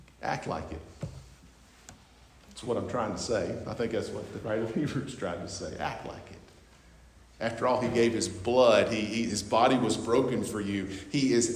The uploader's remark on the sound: North Beaver Baptist, West Jefferson, NC. At North Beaver Baptist’s homecoming service.